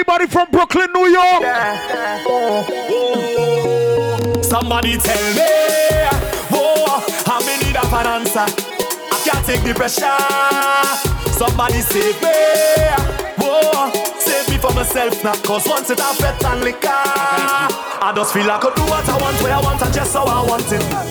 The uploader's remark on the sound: Live Audio Set from T'was the Lyme Before Christmas